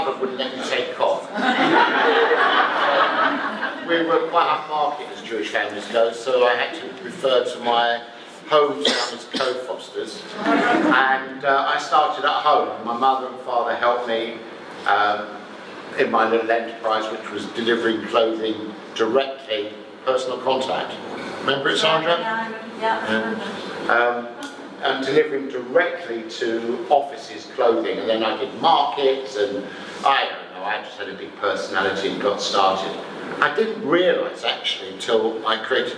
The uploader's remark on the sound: a 'live' Q &